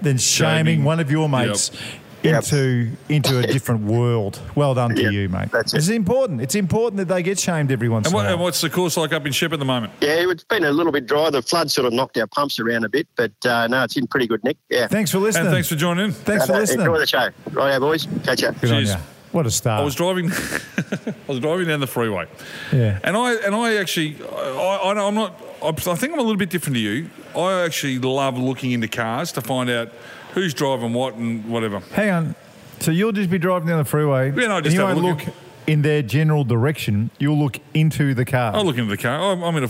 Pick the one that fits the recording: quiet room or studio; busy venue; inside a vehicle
busy venue